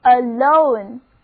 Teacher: 重音放在第二个音节上， A 字母发 A 的音， O 字母还是发 O 的音。